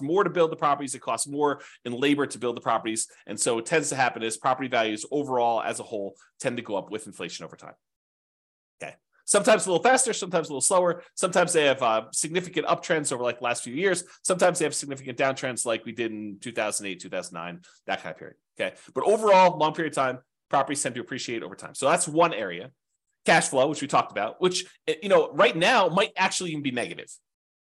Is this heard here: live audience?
no